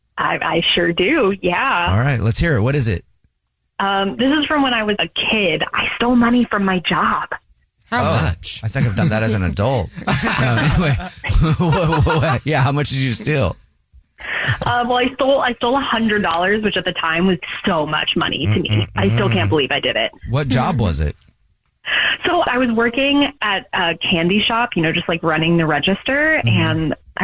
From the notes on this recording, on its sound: Somebody is on the phone